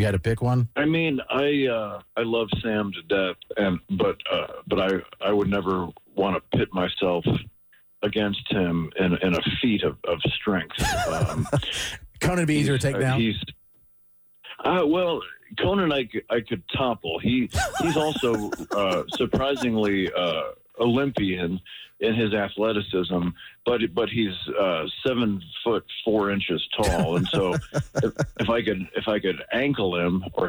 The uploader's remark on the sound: called